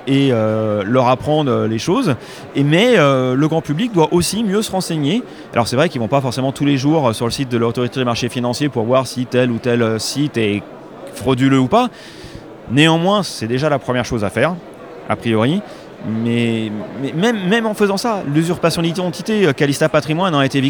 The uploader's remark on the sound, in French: En direct de la convention Patrimonia en Lyon